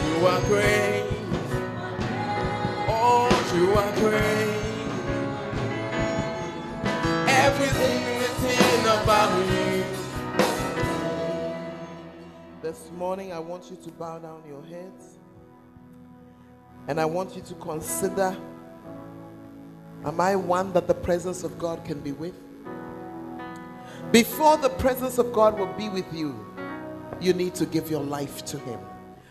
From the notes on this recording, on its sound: Preached At The First Love Center, Ayeduase (The Presence Service)